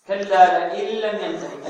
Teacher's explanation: النون في كلمة لئن أدغمت اللام التي بعدها إدغاما بغير غنة